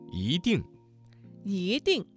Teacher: 这个词当中的一在四声之前，它的读音就变成了二声。我们来造句：你一定要按时完成作业。你一定要按时完成作业。好玩，好玩，这个词当中的玩加了一个卷舌音，形成了儿化音。我们来造句：这个游戏很好玩，你也来试试吧。这个游戏很好玩，你也来试试吧。看看，看看，这个词当中第二个看字读成了轻声。我们来造句：你看看这本书，里面有很多 · Term: 语流音变